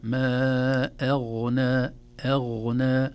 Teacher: نرقق الهمزة ثم ننتقل إلى الغين مفخمة أيضا لينة في النطق